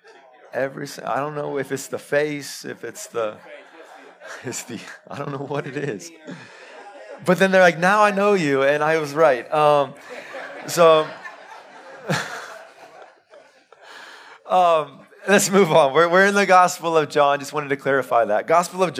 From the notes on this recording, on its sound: Live sermon recorded 29-May-2022